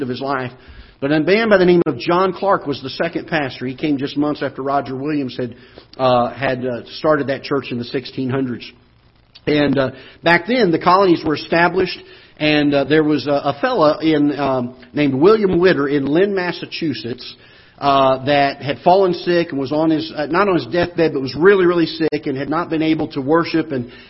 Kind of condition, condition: setting, large echoing room